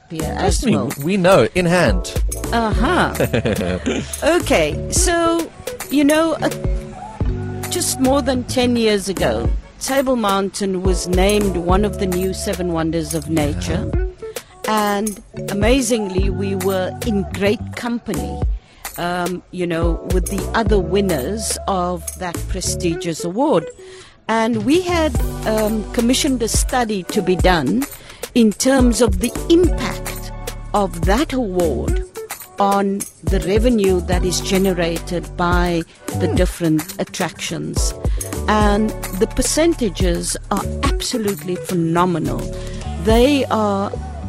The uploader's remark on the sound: Live From Table Mountain Aerial Cableway.